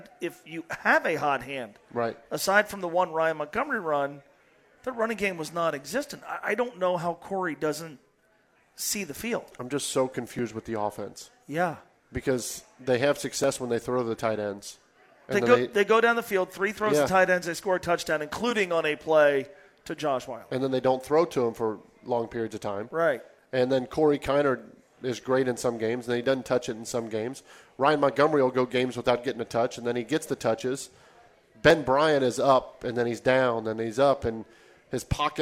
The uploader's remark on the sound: live from Twin Peaks in West Chester